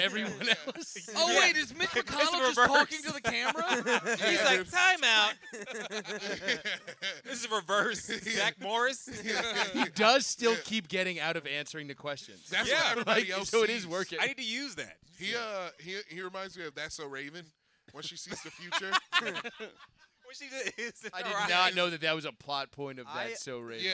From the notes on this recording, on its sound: Live From Max's. A live pod.